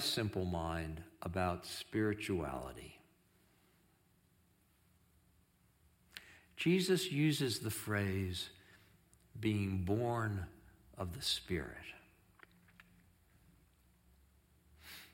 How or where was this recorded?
large echoing room